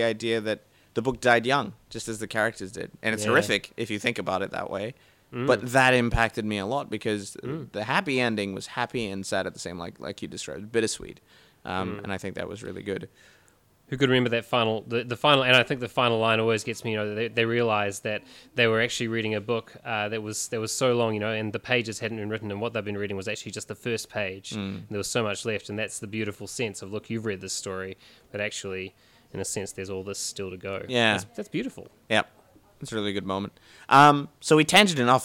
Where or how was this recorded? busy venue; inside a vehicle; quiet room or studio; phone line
busy venue